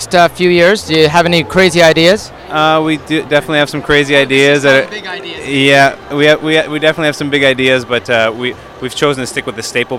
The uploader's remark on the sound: At the Wellness Show at Vancouver&#8217;s Canada Place on February 4th. At the Wellness Show at Vancouver’s Canada Place on February 4th.